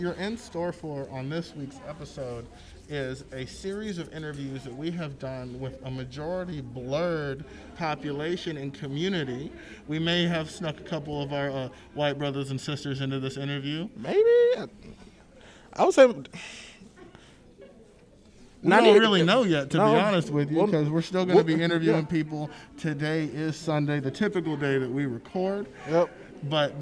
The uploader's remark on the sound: The guys are LIVE at Kami-Con 2022 in Birmingham, AL! Check out some interesting interviews from Blerds that we got to meet over the course of the weekend!